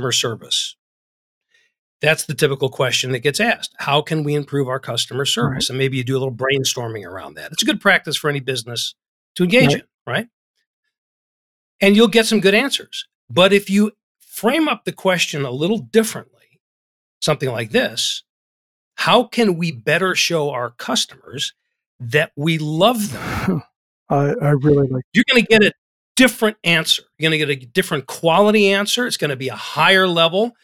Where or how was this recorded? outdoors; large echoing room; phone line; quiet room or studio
quiet room or studio